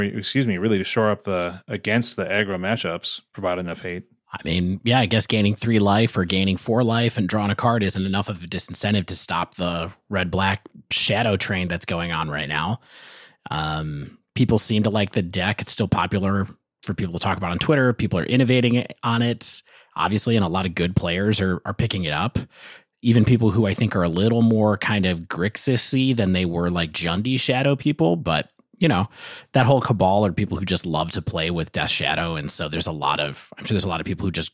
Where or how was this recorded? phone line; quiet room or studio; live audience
quiet room or studio